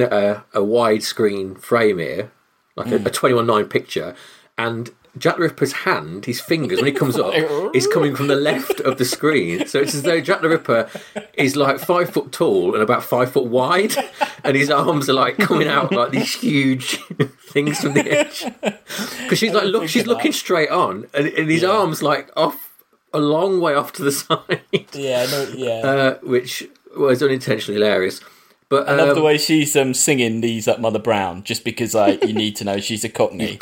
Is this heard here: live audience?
no